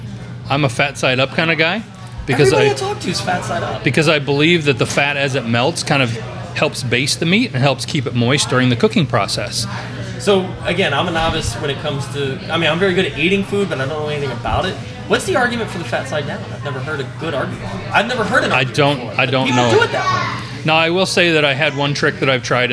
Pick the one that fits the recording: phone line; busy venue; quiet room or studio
busy venue